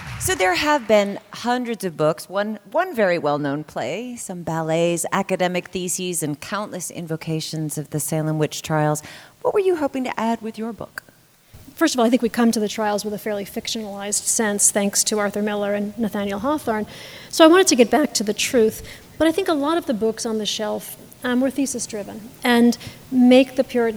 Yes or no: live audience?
yes